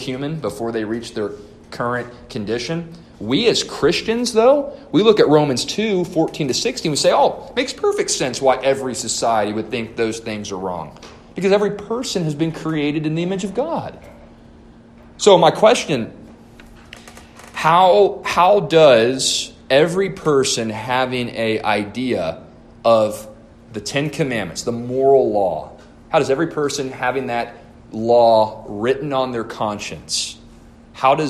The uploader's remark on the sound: A lesson delivered to the Adult Sunday School class at First Baptist Church-Inez